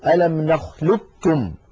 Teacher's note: لذلك من العرب من كان يدغم القاف في الكاف إدغاما كاملا فيقول ألم نخلقكم، وعلى هذا جاء القاف الأولى، القاف تتحول إلى كاف ويصير النطق بكاف مشددة